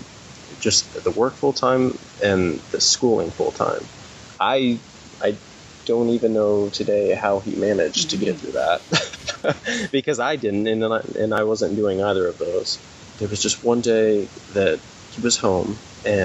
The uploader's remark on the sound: The audio in this conversation isn’t great unfortunately